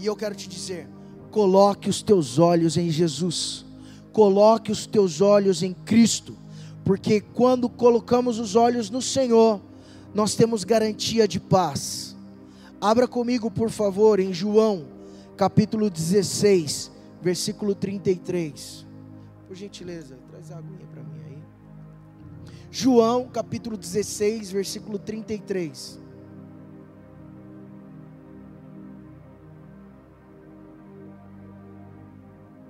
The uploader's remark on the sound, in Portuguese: LIVE DO CULTO ADORAÇÃO E VIDA SEDE